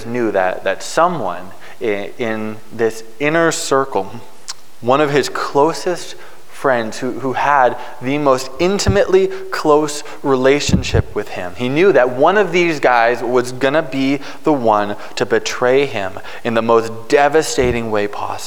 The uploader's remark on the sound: Preached on March 13, 2022 at Liberty Grace Church.